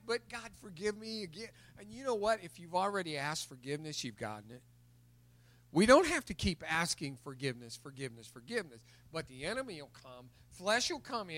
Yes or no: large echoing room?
yes